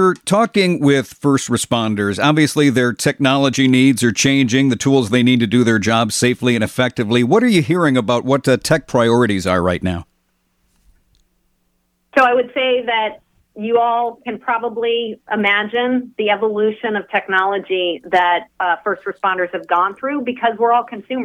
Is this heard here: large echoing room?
no